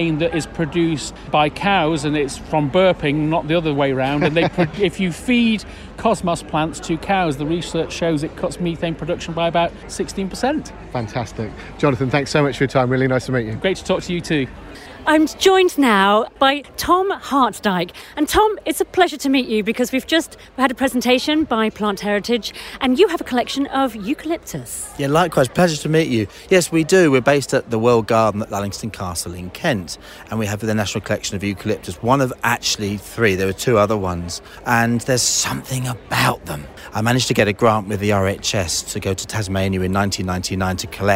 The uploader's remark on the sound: at the Hampton Court Palace Garden Festival